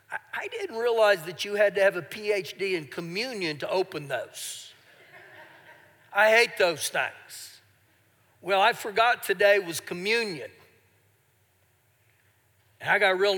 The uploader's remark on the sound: Recorded live during our Sunday morning service